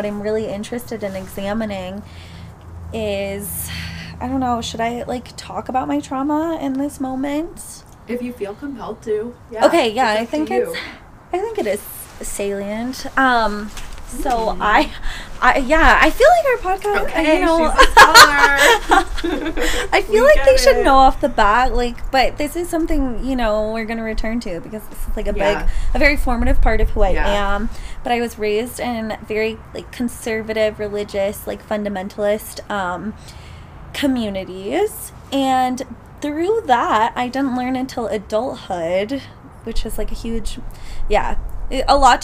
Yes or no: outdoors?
yes